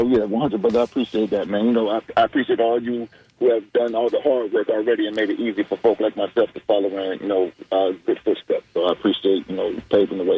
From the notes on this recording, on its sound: unique magazine format call-in show